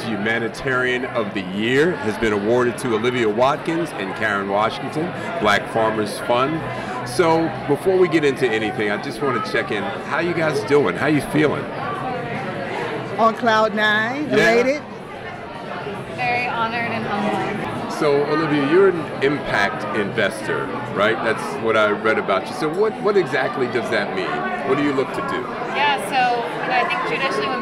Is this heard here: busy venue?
yes